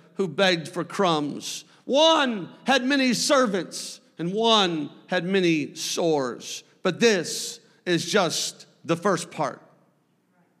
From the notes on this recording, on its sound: A service recording from Connect Point UPC.